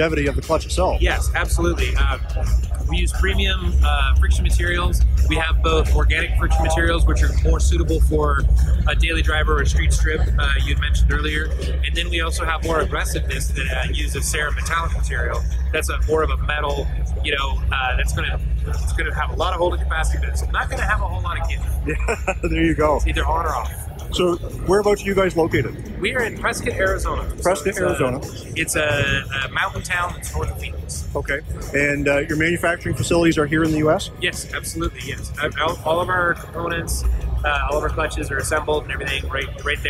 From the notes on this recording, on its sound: LIVE From The SEMA Floor. A HUGE THANKS to Racing Junk for hosting the Get Out N Drive Podcast in their booth!